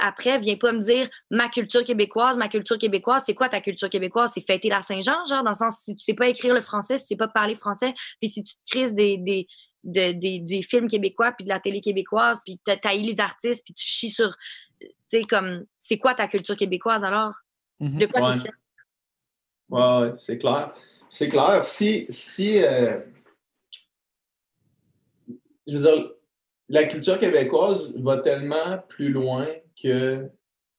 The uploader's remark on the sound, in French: Dans un podcast bien spécial enregistré dans nos demeures respectives en raison du confinement.